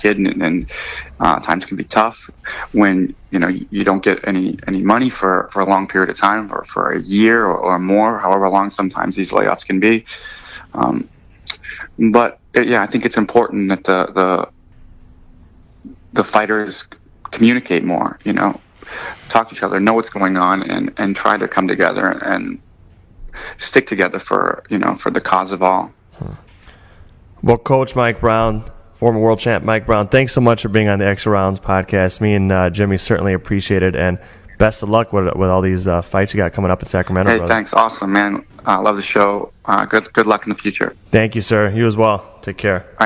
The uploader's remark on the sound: call into the show